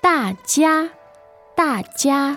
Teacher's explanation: the tones there are fourth and first